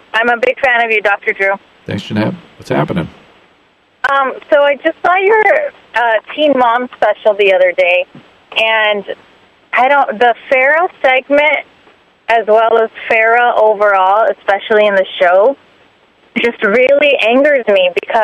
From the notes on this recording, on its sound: opens up the phone lines this week and takes your listener phone calls